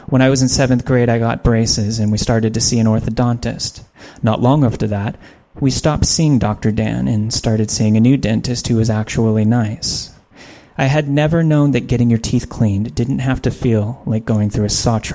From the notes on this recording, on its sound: This is the first ever live performance of a Let's Not Meet episode. It was recorded at the Stab Comedy Theater in Sacramento, California for this years Sacramento Podcast Festival.